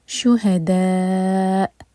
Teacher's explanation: شہداء، یہاں رکیں گے تو میک شیور کہ حمزہ کا کٹ آف ساؤنڈ کلیئر سنائی دے، غائب نہ ہو